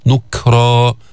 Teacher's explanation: جيب الشدة في الكاف بعدين الهمس. نكرا وليس نكرا.